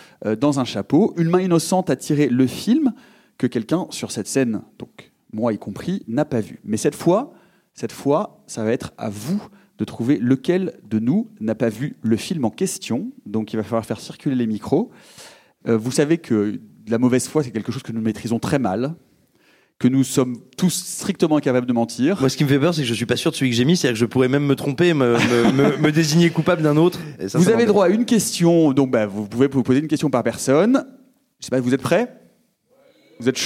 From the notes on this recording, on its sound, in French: Rediffusé sur grand écran dans le cadre du festival Court-Métrange de Rennes, ce chef-d'oeuvre méritait bien un épisode dédié, qui plus est enregistré en public !